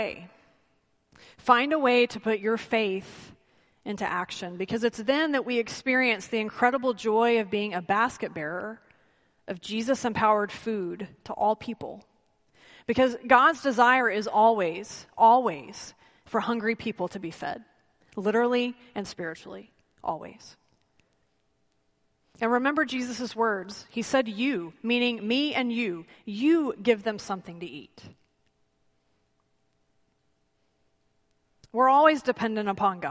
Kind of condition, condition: setting, large echoing room